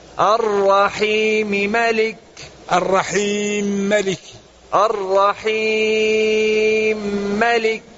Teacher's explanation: نعم، بإدغام الميم في الميم